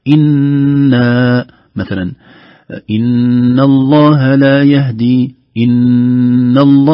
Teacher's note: أي نون مشددة أو ميم مشددة فيها غنة زائدة بقدر حركتين، لأن نطول في الحرف شوي.